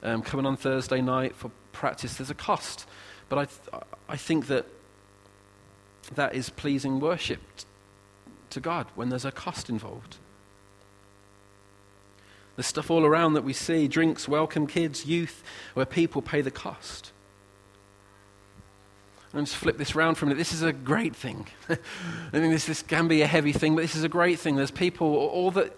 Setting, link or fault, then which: setting, large echoing room